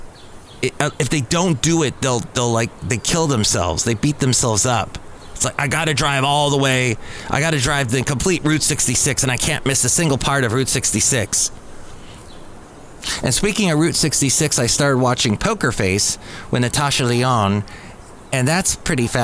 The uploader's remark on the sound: podcasts live from Cafe Anyway